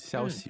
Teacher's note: that's first tone and neutral tone